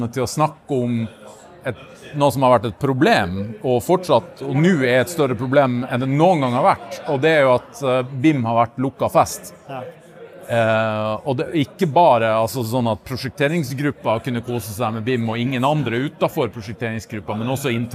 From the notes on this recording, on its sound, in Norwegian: BYGGLARM 2023 - Live fra Norges største ConTech festival!